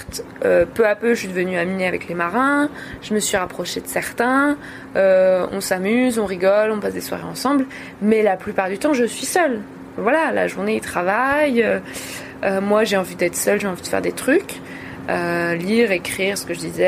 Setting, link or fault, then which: setting, inside a vehicle